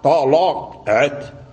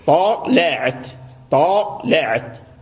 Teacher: فورش يفخم هذه اللامات حيثما وقعت في القرآن